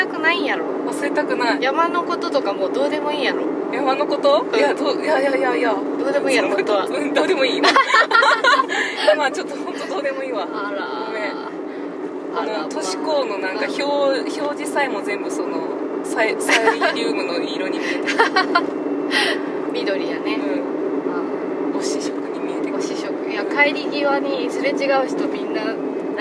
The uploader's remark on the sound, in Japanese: 山より、雑音すごいですのでご注意ください！騒音だな。